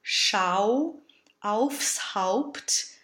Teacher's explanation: the diphthongs to the words Schau, aufs Haupt really go from the bright ah to the closed o.